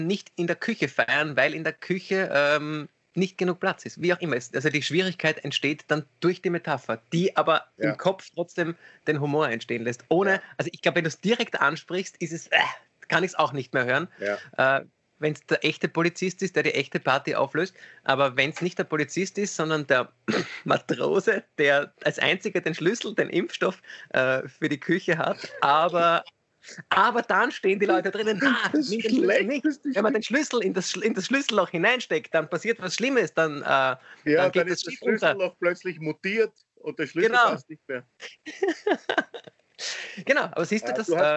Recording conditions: video call